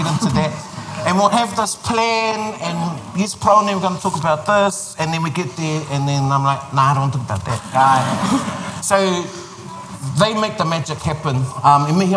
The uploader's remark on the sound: Recorded in front of a live audience at Ako Ararau - Māori Expo 2023.